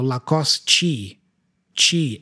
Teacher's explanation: In Portuguese, it's a stronger T. It sounds more like a CH in English, you know, like a CH.